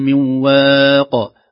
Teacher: نرقق الواو مع المد ونقلق القاف والباء بدون شدة، نقول من واق وليست من واق العقاب، لا حتى لا تشتبه بالمشدد، نقول هذه يعني قلقلة مخففة عند الوقف، من واق العقاب.